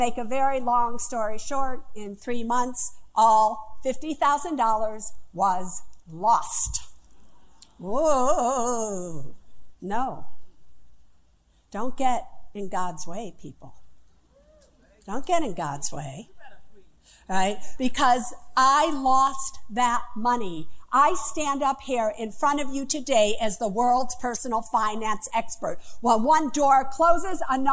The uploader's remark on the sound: Live From The Apollo Theater